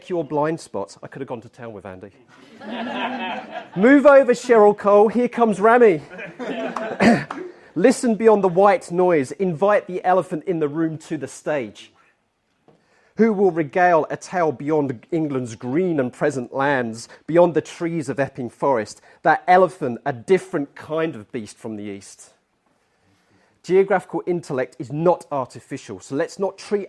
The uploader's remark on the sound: replays their Teachmeet performance at the 2023 Geographical Association's Annual conference